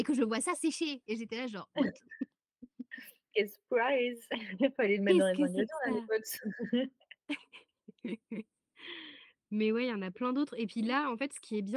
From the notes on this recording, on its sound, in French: On est à nouveau à distance donc le son est pas perfecto